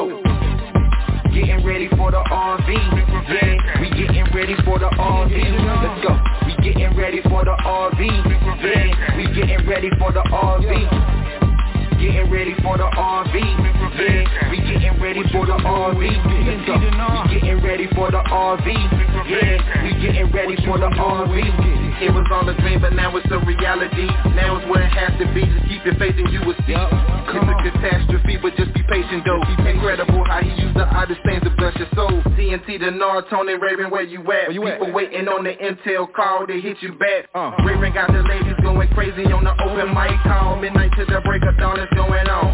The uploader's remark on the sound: TNTSuperfantastic Conference Call